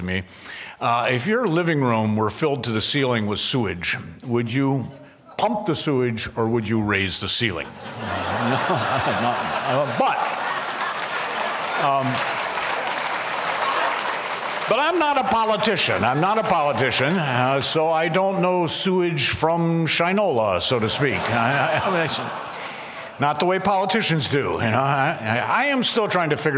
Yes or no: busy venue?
yes